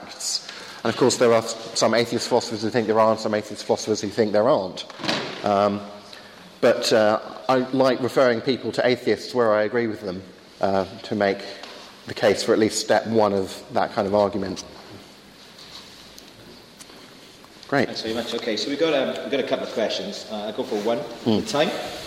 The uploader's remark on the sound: Wide ranging Q&A time with students at Highfields Church Cardiff, 2012.